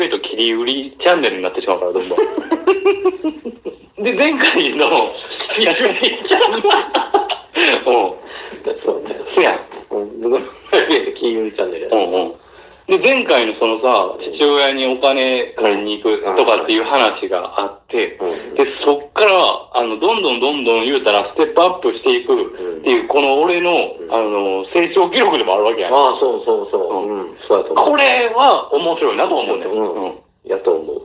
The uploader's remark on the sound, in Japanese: 音質最悪な僕たちは。笑い声あり。地獄の音質で、聴きにくくて本当に申し訳ございませんっ！